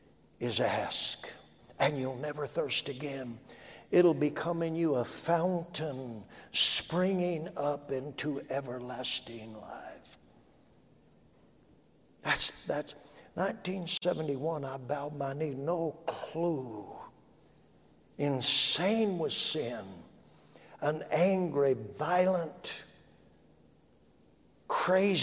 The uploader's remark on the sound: A message from our Sunday evening service. During the 2020 Prescott Summer Conference.